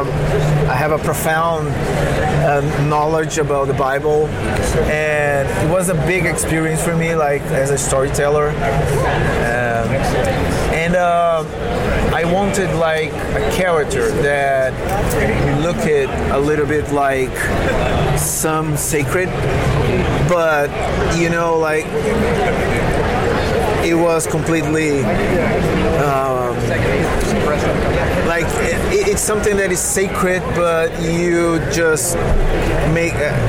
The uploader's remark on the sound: LIVE from SDCC ’23. San Diego Comic Con 2023.